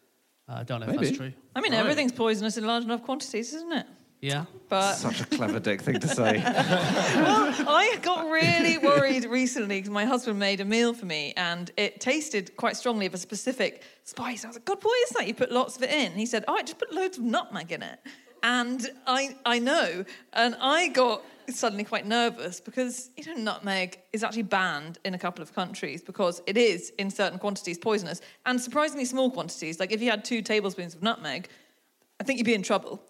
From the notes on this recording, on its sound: Live from the Bloomsbury Theatre, London